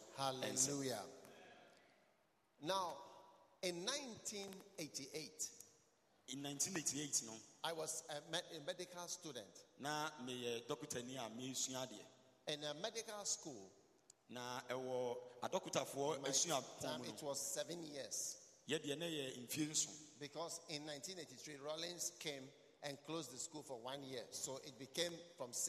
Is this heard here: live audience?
yes